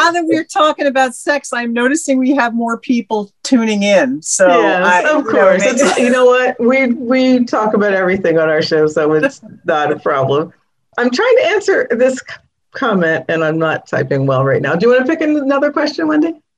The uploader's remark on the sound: Zoom celebration